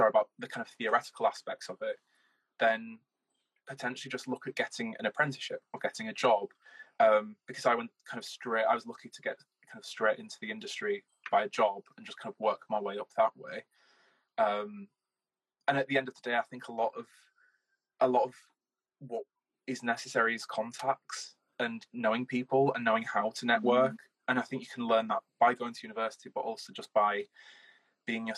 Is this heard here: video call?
yes